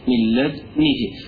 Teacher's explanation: ومعنى الإشمام أنه يحرك الشفة، فكأنه يقول بتسكين الدال من لد ويضم شفايف عليها لبيان أن هنا فيه ضمة من لدنه، وكان يوصلها بليه.